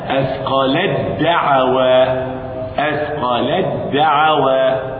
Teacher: نضغم التاء في الدال